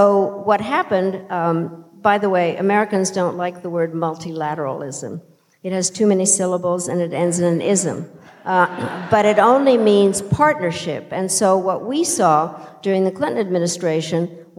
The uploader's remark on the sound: In a conversation on stage at Sixth & I